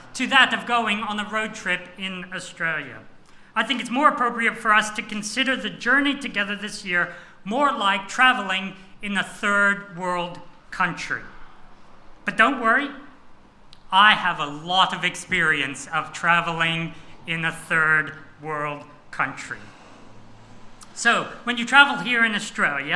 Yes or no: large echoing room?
yes